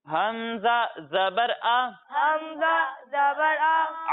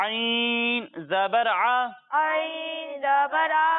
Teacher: जब हम आइन की अदायगी करेंगे तो इसे हलक के दरमियाने हिस्से से पढ़ेंगे · Shown in: second take